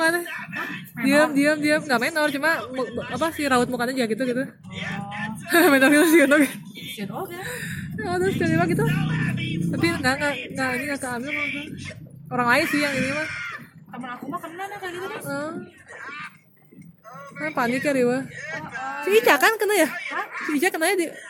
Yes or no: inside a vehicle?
yes